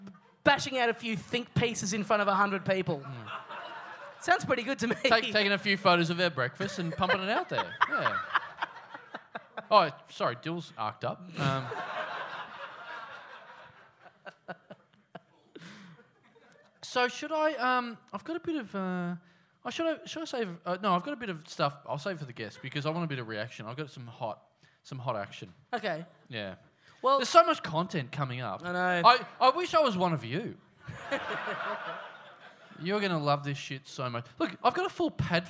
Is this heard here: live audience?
yes